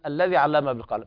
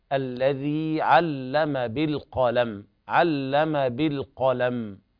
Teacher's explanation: بعض الناس يقرأ لحنا الذي علم بالقلم بدون مد، فالياء مدية تمد بمقدار حركتين · Shown in: second take